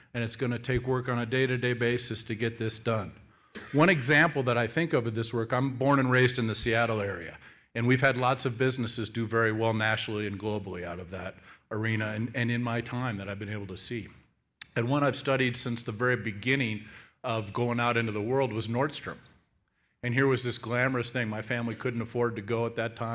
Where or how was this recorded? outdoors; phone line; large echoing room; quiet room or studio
large echoing room